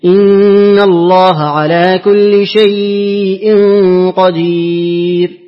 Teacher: أقرأ لورش بتوسط اللين. إن الله على كل شيء قدير.